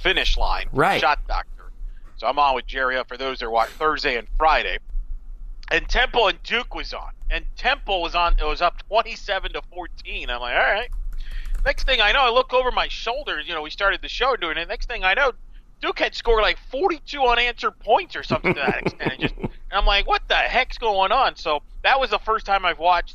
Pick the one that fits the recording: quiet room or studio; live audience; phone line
phone line